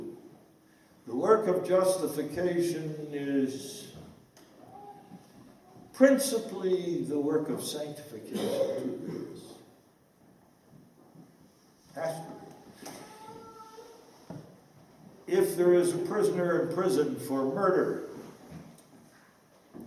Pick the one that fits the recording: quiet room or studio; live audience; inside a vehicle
live audience